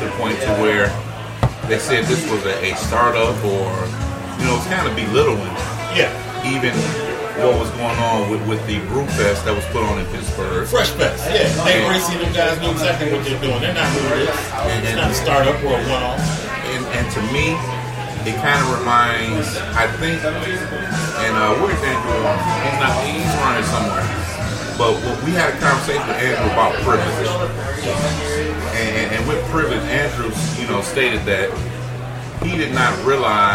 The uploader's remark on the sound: Live from Ale Mary’s in Royal Oak.